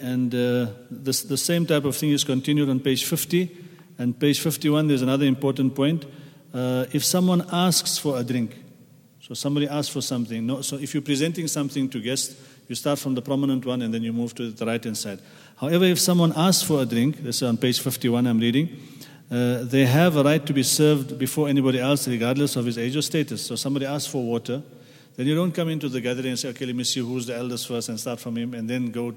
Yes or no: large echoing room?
yes